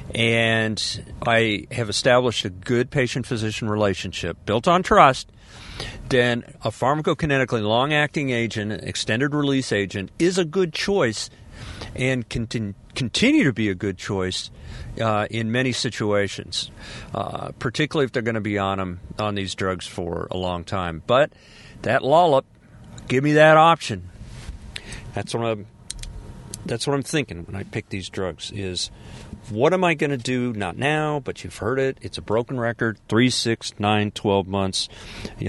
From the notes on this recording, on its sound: I"m Podcasting in my car, from the coast.